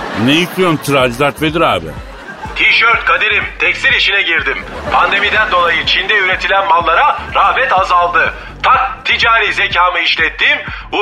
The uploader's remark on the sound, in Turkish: telefon hattımızda